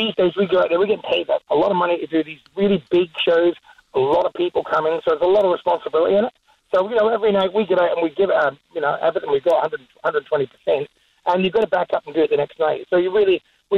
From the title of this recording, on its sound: calls us for a chat.